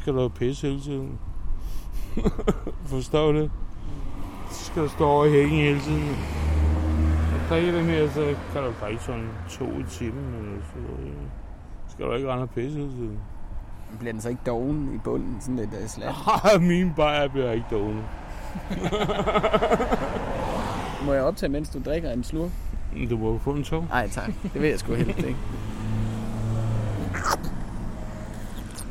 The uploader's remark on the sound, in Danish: Under en lydoptagelse af clean sound på Vesterfælledvej